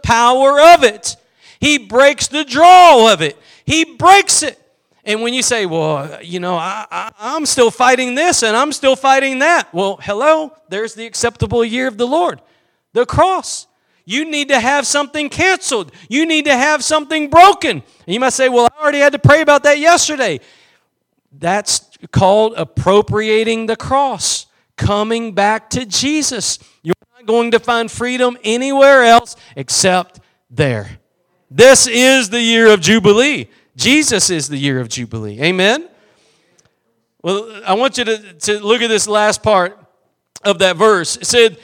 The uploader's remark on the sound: Preached at Gospel Lighthouse in Bossier City, La.